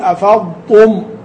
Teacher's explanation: انتبه ان تميز الضاد من التاء، تقول افضتم، واحرص على الا تفخم التاء ايضا، تقول افضتم افضتمتم، واحرص الا تدغمهما، تقول افضتم، لا جبت ضاد ولا تاء، يعني هذا كله من الخطا.